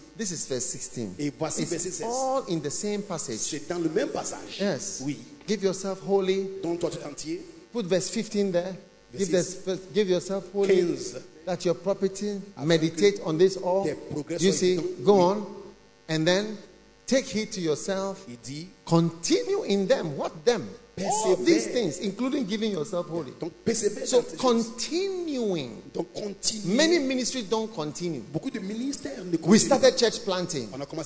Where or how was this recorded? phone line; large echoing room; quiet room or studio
large echoing room